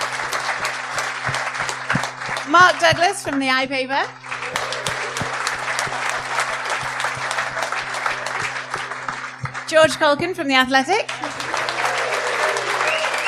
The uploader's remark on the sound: Hosted a live podcast at a 280 sell out Stand Comedy Club in Newcastle.